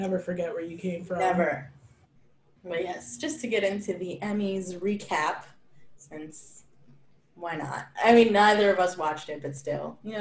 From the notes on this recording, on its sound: We apologize in advance for any technical errors with the audio!